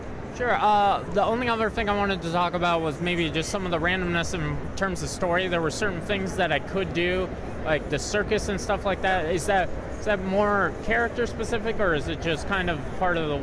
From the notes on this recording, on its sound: This is the first of many audio interviews I did while at PAX East 2017.